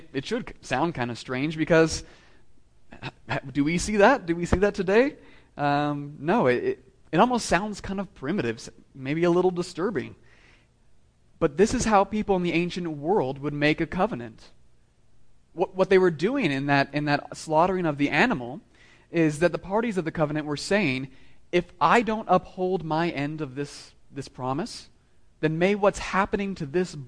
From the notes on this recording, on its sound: Sermon delivered to meeting of the Southwest Presbytery of the PCA, Fall 2016, at Christ the King Presbyterian Church of El Paso